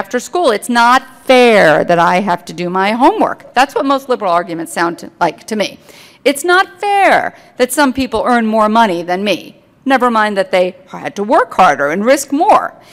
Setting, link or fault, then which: setting, live audience